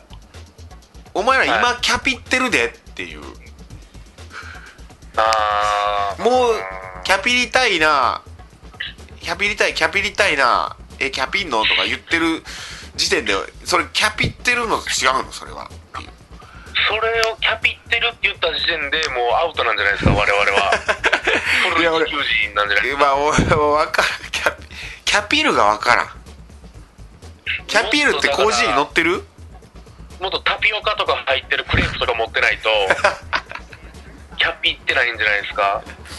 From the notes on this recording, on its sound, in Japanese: アイフォーンでの電話収録